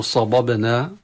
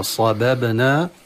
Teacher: عند الانتقال من الصاد الحرف المفخم إلى الباء الحرف المرقق نخفض اللسان حتى ما يتفخم الباء · Shown in: second take · Term: نرقق الباء